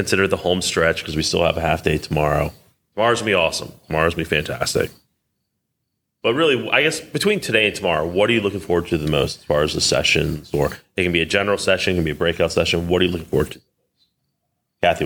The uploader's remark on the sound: coming to you live from ACUMA's Annual Conference in the beautiful Gaylord Hotel in National Harbor, MD